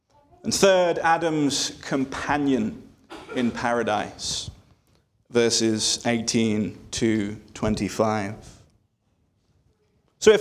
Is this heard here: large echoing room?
yes